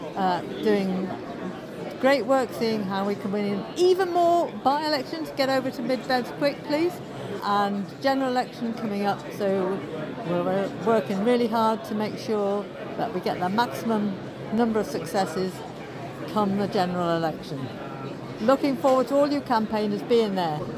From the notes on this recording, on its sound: This episode is the first in a series of on-location special dispatches from the party conferences. In Bournemouth this weekend.